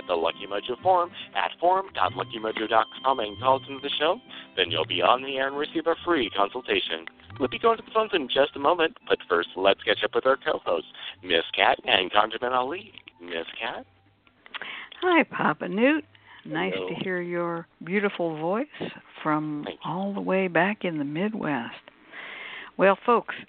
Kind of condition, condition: link, phone line